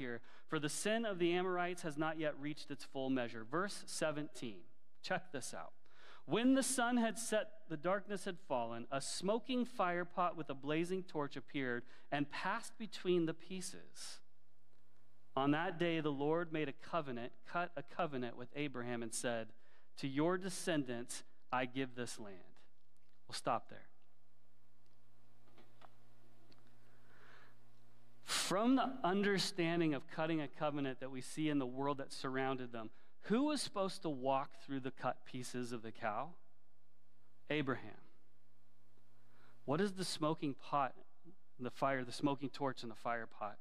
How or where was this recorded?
large echoing room